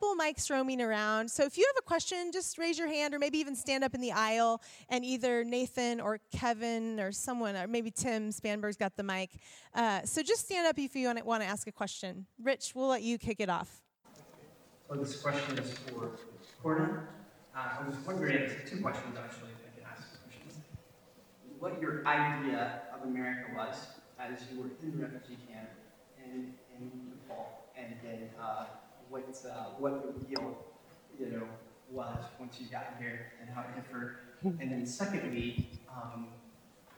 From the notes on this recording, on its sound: Q & A Recorded 18 February 2016 Brookside Campus